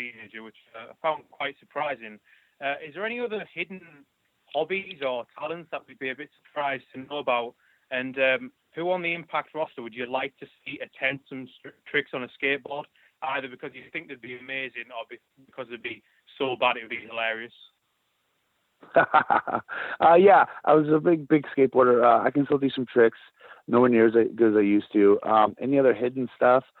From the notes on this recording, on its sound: This is the full audio from the August 29, 2019 Impact Wrestling Media Call.